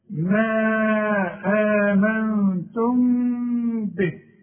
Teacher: إنما عند الوصل دي ميم مجردة من التشكيل، بعدها ده بيحصل إخفاء مع الغنة، ما تضمش شفايفك، ما تقفلش شفايفك، يحصل انفراد في الشفايف